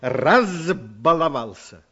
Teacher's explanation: Возьмем, например, «баловался» и получим «разбаловался». «Б» – звонкий согласный звук, значит, перед ним звук «з».